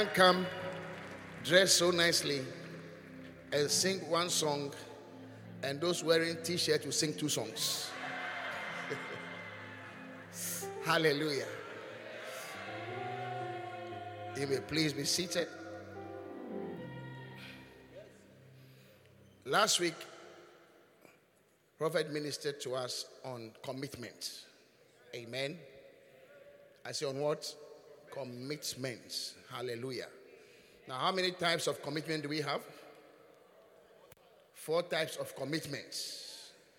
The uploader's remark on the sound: Preached at the Qodesh